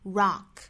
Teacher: 它的上下开口度较英音的 rock 更松更大更开